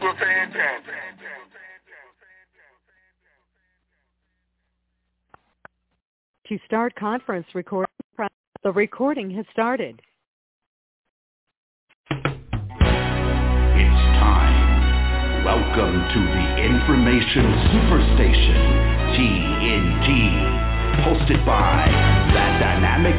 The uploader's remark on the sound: TNTSuperfantastic Conference Call